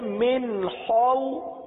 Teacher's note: ہوتا ہے حلق کے اوپر والے حصے سے ادا ہوتا ہے خا کو پورا ادا کریں گے کیونکہ یہ حرف مستعلیہ میں سے ہے